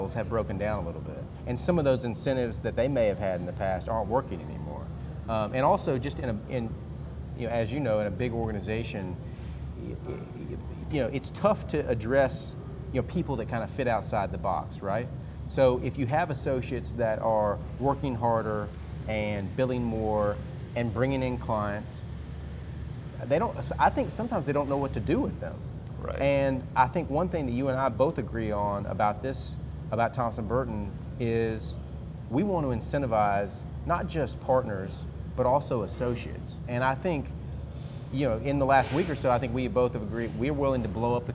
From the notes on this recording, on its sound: Cool Springs Brewery was gracious to let us record our &quot;Executive Meeting&quot; at their incredible location in Franklin, Tennessee. Cool Springs Brewery was gracious to let us record our "Executive Meeting" at their incredible location in Franklin, Tennessee.